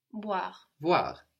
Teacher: we have the OI combination in voir giving us wa